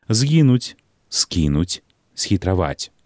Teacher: пры літаратурным вымаўленні гукі «з», «с» не змякчаюцца перад мяккімі заднеязычнымі «е», «кі», «хе».